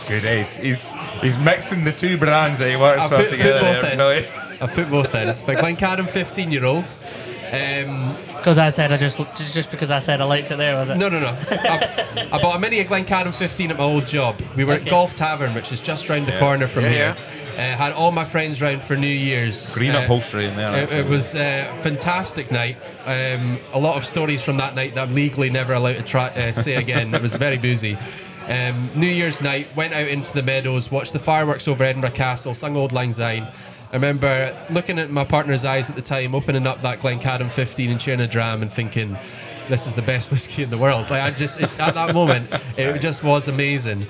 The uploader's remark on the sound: We had a great laugh recording this episode in Bennets Bar, Edinburgh.